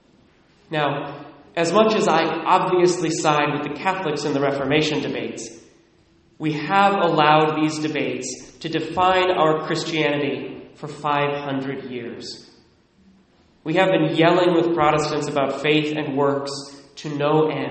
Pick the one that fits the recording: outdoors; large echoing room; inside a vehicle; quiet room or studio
large echoing room